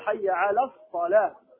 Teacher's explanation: اللام هنا شمسية لا تنطق · Term: لام الشمسية